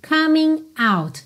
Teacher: isso é muito comum em letra de música, já que esse G da terminação ing não é pronunciado